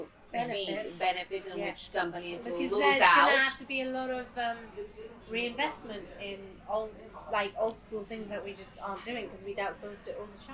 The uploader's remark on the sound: for a spot of Italian food at La Famiglia restaurant in Chelsea